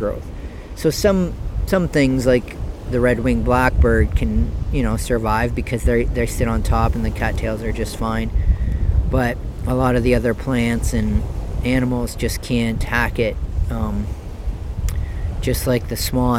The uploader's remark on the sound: Recorded Live unedited on the east beach of point pelee national park. Kayaked 40 minutes from the marsh Boardwalk. When I awoke I recorded this.